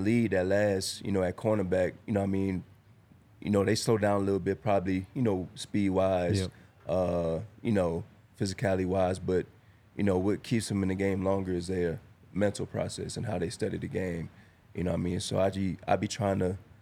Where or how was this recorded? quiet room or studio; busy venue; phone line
busy venue